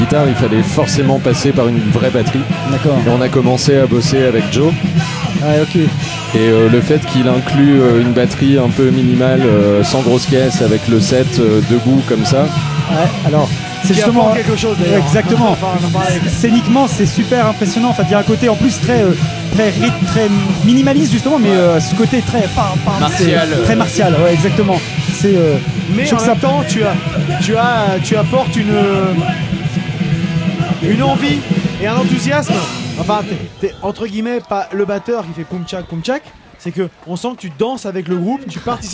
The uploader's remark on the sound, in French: L'EntrePod s'est installé au Houppstock pour vous faire vivre le festival